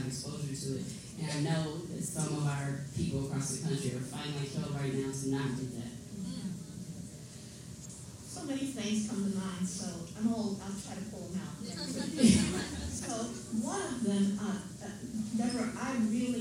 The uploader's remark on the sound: LIVE at #SXSWEDU2022